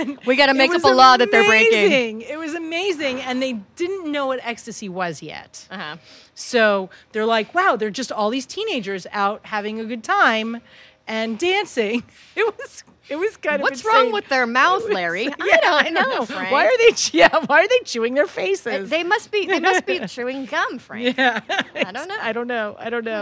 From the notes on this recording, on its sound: at Minnie's Bar